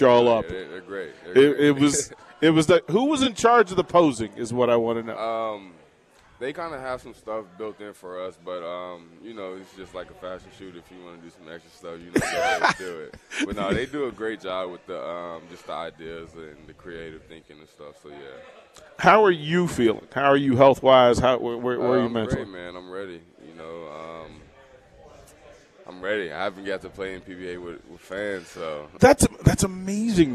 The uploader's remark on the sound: Live from Upside Bar and Lounge (27th & Pine Lake)